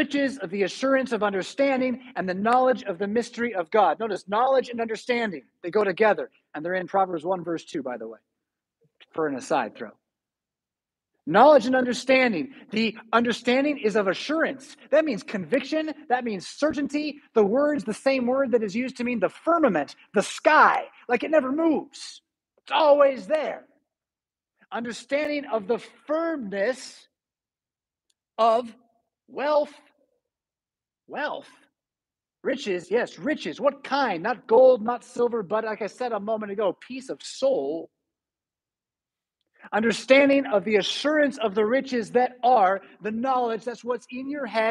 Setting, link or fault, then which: setting, large echoing room